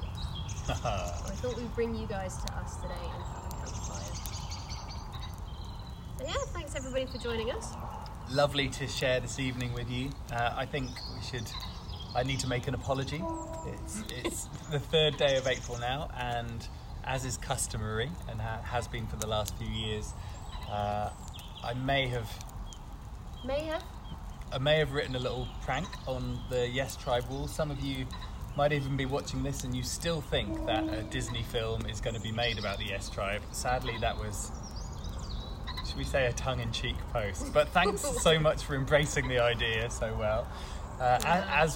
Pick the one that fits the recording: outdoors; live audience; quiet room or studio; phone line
outdoors